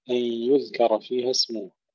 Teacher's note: نعطي الذال حقها من الرخاوة ولا نقلقلها